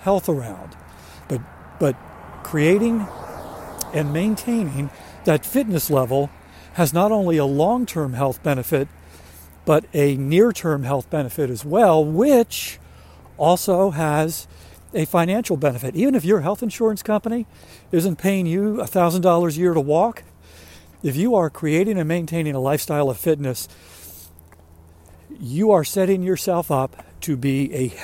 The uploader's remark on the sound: During today's ten-minute accountability walk